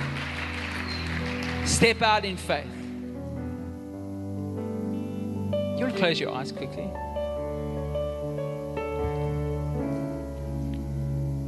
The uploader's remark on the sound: Recorded live on Sunday the 25th September 2022